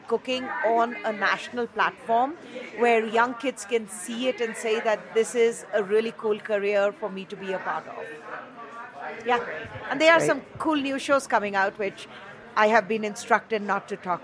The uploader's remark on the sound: "On the Road" at the 2022 Food & Wine Classic in Aspen. An exclusive "HRN on Tour" show from The Classic.